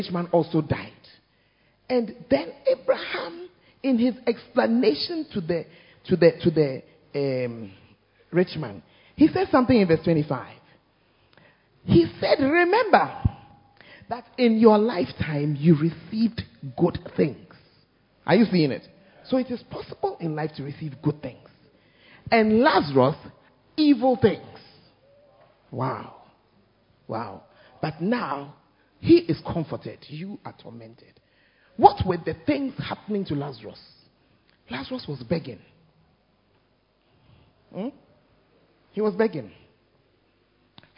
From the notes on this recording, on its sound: Preached At First Love Center, Ayeduase.